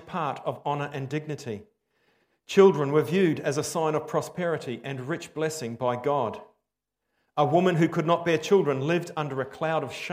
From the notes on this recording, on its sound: Preached 15/10/23 Am Service